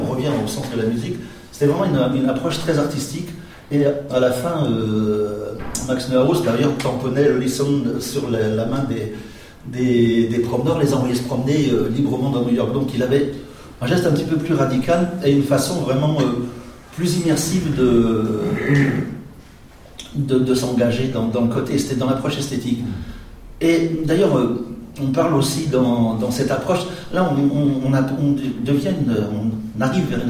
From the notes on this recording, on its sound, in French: Une intervention dans un colloque autour du Paysage sonore organisé parle CDMC et le Festival Détours de Babel à Grenoble.